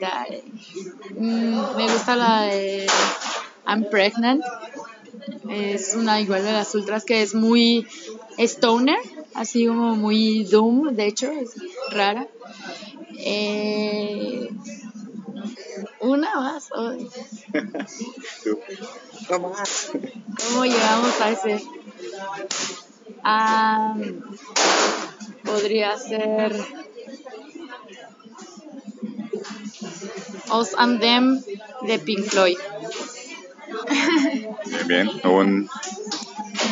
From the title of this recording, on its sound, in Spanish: Un charla de cafeteria